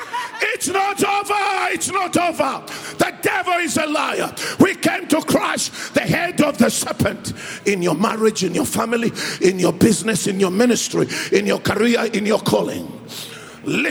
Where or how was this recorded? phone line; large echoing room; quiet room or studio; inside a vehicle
large echoing room